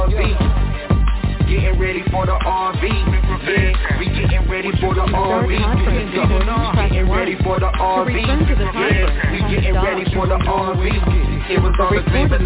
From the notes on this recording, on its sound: TNTSuperfantastic Conference Call.